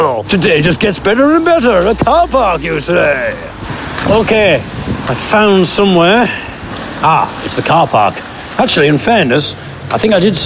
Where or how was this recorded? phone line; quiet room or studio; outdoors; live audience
outdoors